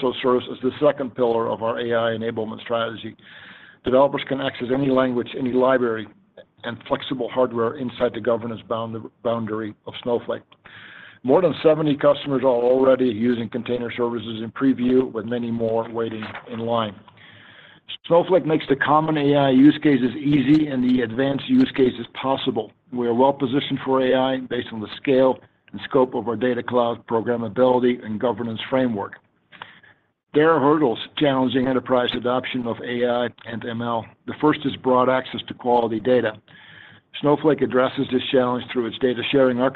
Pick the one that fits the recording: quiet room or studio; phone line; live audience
phone line